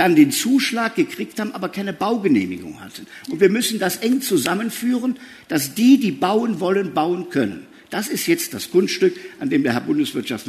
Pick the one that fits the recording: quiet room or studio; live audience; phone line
live audience